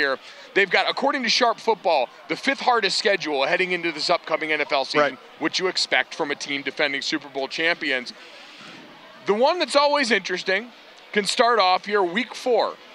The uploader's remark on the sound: LIVE FROM KANSAS CITY: Arrowhead smells good. LIVE from Arrowhead Stadium in Kansas City.